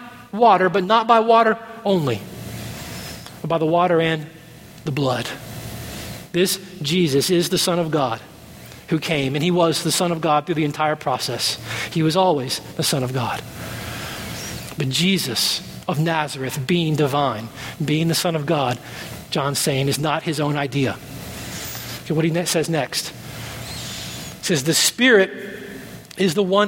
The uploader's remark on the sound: at Redemption Hill Church on Sunday, May 6th, 2012